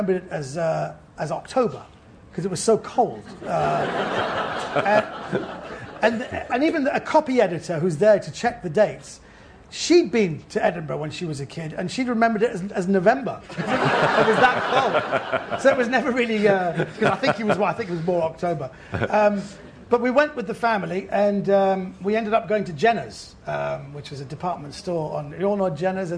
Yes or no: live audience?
yes